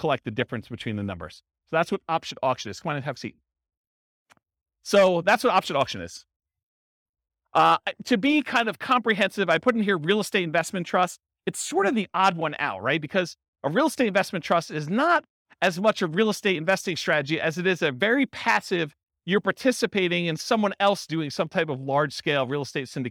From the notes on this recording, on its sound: Real estate entrepreneurs in Lakewood, Colorado. This was a live class recorded. Live in-person version.